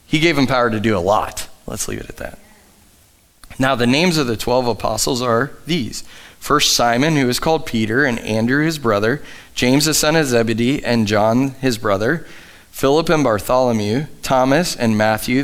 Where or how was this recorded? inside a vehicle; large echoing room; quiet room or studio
large echoing room